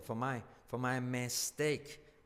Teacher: La R no se pronuncia, for my, for my mistake.